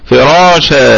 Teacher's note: عوضنا التنوين بالف، نقف عليها بالالف فراشا. طب اصلا يحذف هذا الالف ويكون عندنا التنوين بعده حرف الواو، وهو حرف من حروف الإضغام بغنة، فيبقى فراشا والسماء. · Term: مد العوض